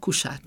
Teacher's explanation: nem kuca lesz, hanem megjelenik egy másodlagos S, és kusát fognak mondani az esetek nagy többségében.